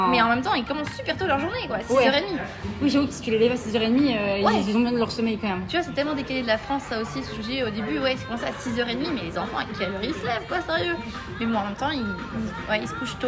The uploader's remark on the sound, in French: il y a bcp de bruit de fond ou nous avons enregistré l’épisode